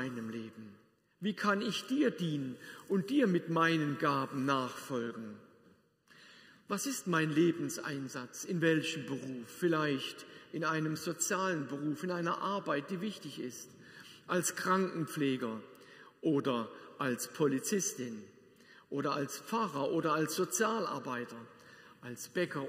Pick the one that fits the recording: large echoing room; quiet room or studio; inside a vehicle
large echoing room